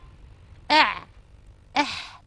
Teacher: حروف وسط الحلق العين والحاء